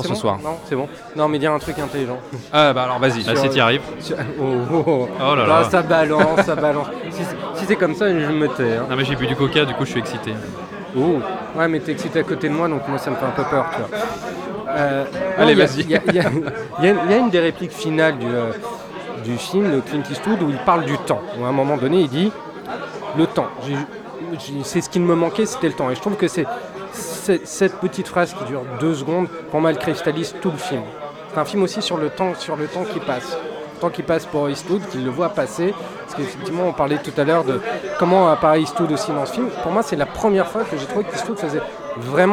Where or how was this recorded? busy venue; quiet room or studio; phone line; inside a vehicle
busy venue